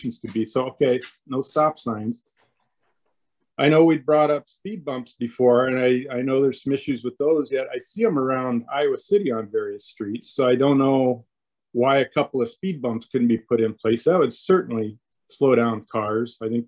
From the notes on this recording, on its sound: was held on Zoom